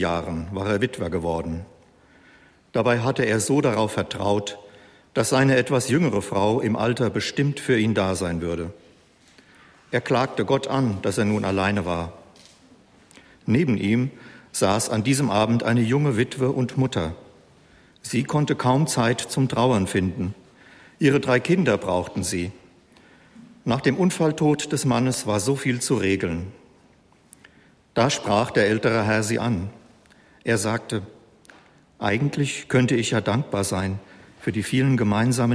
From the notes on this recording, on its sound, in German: Am Ostersonntag überträgt hr4 live den Gottesdienst aus der evangelischen Stadtkirche in Stockstadt am Rhein.